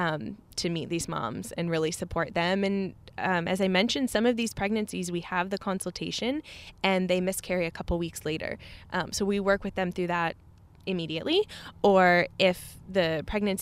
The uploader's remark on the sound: We shot this live, on location, at Tree House in beautiful Vero Beach!